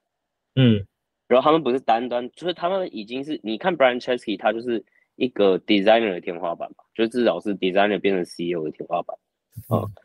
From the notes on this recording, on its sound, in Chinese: 這個系列是我在新加坡跟別人聊天交流的一些對話。音質不會那麼好，因為大多是用會議軟體錄製的，請見諒。